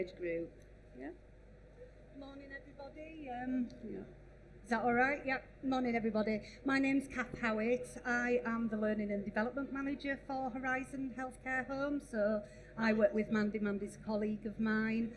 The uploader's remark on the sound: Residential & Home Care Show. This Podcast is a recording of one of the panel discussions.